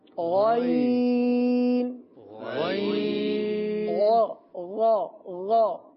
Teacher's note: حلق کا اوپر والا حصہ، صحیح، یہاں سے ہم ادا کریں گے